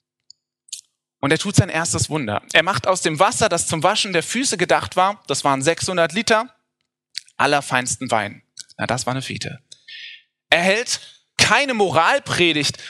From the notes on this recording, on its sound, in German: Hier sehen Sie den Mitschnitt unseres Spätgottesdienstes am Heiligen Abend 2019.